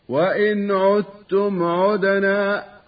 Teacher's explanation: والقلقلة في الدال أيضا من كلمة عدنا